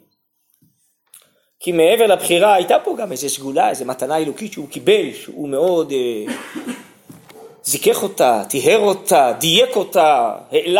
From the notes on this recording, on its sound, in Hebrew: הוקלט בישיבת שדרות